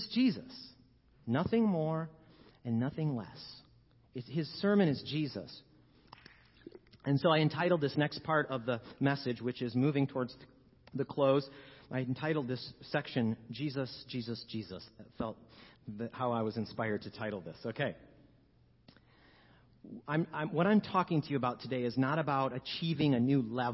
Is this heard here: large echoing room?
yes